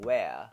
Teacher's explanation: I'd go with where, with no R sound in it